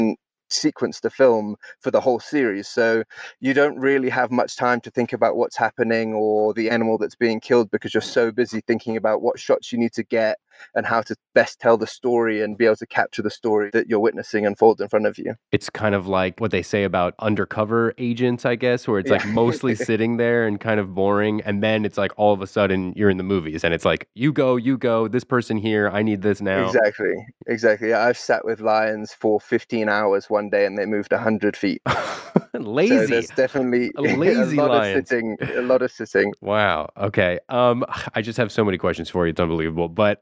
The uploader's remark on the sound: Either way I had the honor of speaking to him live from his dad's car!